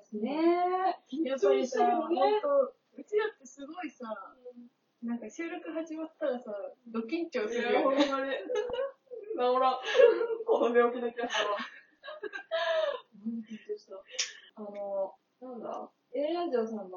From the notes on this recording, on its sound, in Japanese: 対面収録なのになーんでこんな音声悪いかねww。音量無理やり上げたのでまた雑音すごいです泣。